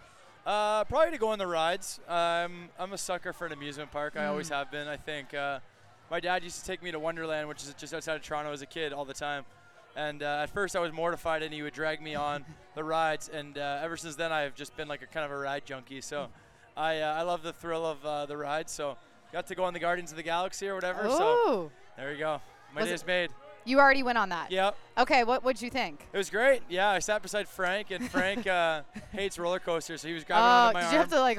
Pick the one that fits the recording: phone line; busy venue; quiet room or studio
busy venue